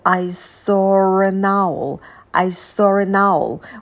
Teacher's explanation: У нас первое слово «saw» заканчивается на долгий «о». Следующее слово начинается с гласной буквы. Соединяем с помощью звука «р». «Soren», «I saw an owl».